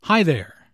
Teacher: Notice the intonation in this greeting. It rises after hi and falls after there.